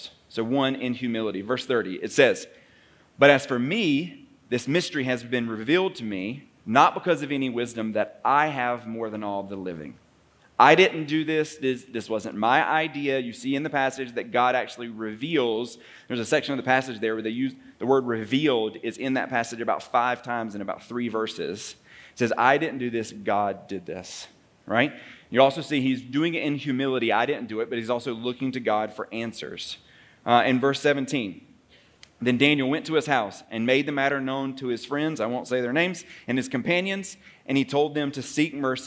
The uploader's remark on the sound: The following episode is a live recorded sermon from the Sunday gathering at The Heights Church Denver.